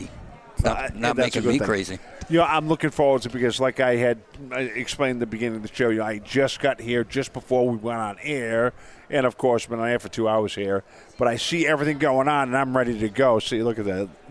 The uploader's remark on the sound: Broadcast LIVE from Phoenix Comicon 2017. Phoenix Comicon is a multigenre entertainment and comic book convention held annually in Phoenix, Arizona. In 2016, the convention set an attendance record of 106,096 with 2017's convention on track to exceed those attendance records.